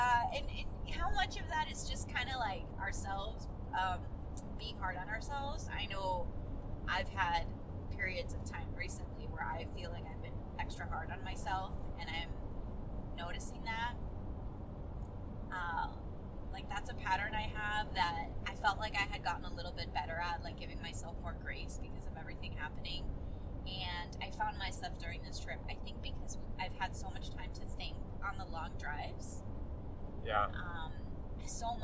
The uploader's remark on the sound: Coming at you from the van! Yes, we recorded this on the road and it feels good to be back on the podcast.